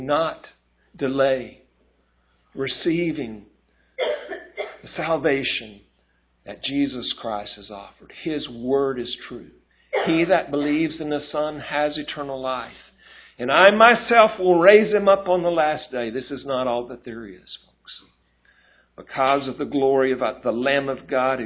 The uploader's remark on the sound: A recording of the Sunday Morning Christmas service.